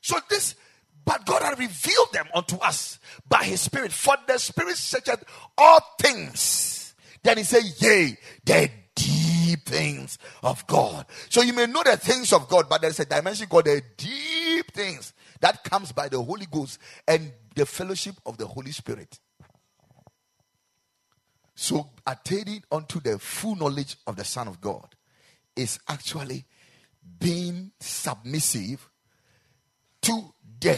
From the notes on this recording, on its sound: Preached at the Ekklesia Chapel